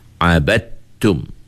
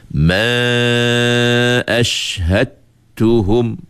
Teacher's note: Tak perlu lagi bunyi huruf dal. Hilang terus huruf dal itu masuk dalam huruf ta. Itu kita panggil idgham kamil.